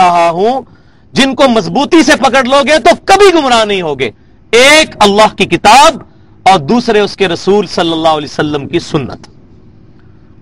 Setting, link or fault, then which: setting, large echoing room